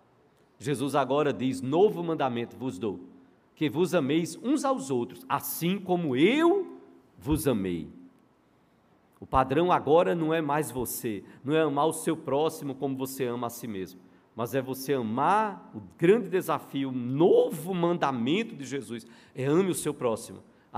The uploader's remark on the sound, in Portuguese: no culto presencial e transmitido ao vivo